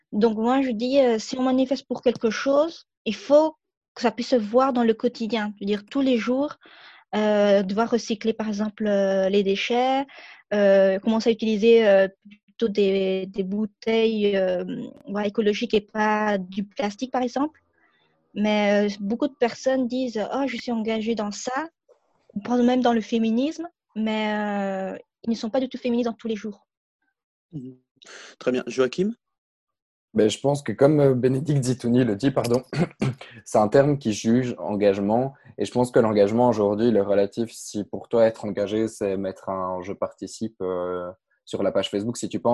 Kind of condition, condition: link, video call